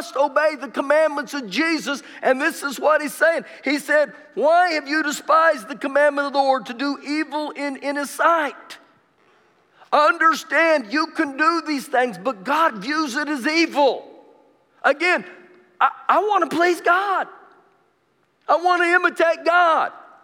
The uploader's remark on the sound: Recorded live during our Wednesday night service